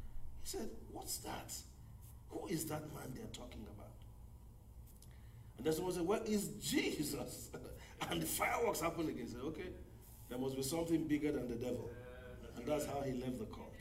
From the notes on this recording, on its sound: Brazos Valley Cowboy Church Ministration. Message preached at Brazos Valley Cowboy Church, Texas USA.